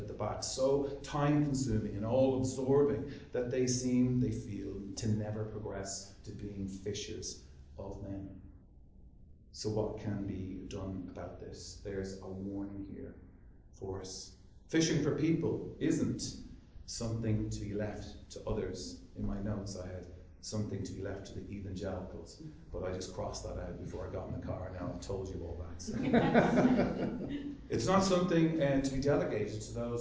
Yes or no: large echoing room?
yes